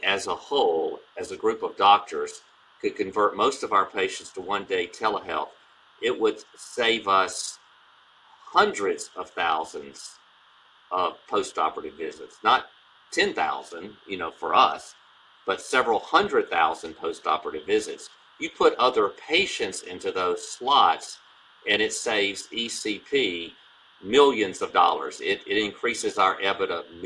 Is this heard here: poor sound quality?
yes